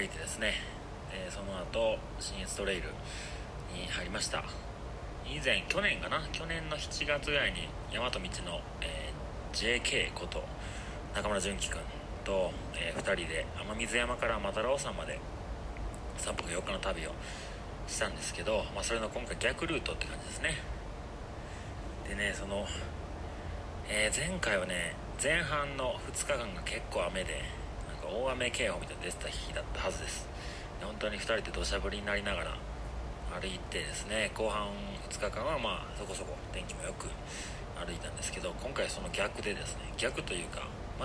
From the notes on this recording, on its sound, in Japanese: 苗場山頂からお届けしております。携帯での収録は編集が出来ず、なんか変な感じになってるかもしれません。